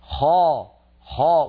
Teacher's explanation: الخاء يجب أن تكون مفخمة